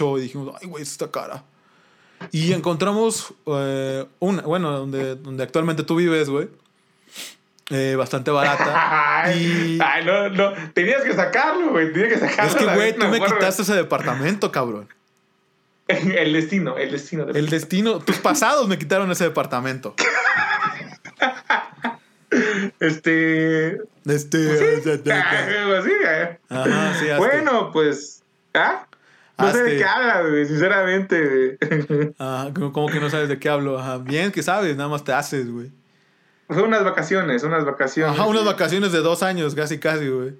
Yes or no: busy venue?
no